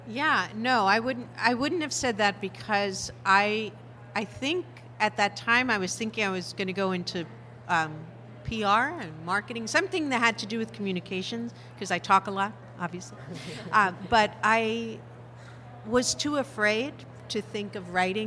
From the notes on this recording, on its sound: Part two of a special LIVE episode.